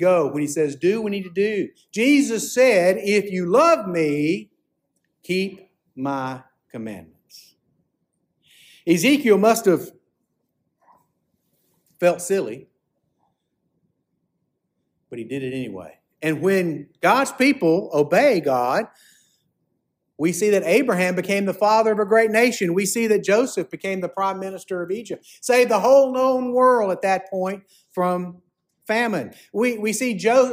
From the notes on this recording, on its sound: preached at Fairmount Baptist Church on January 21, 2024